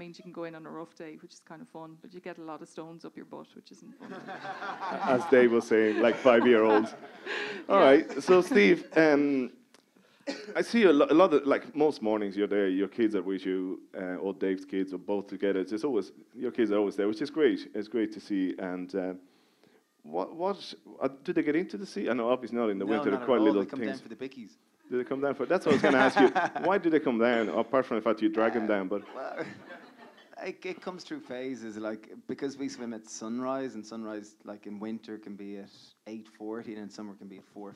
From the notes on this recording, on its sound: This part one of a live podcast recorded in the (Whale Theatre) in January 2020.